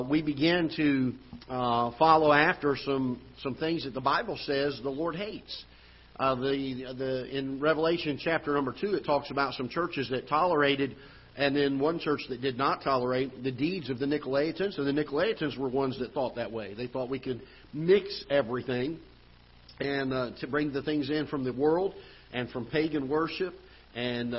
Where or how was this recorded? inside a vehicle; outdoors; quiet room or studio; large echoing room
large echoing room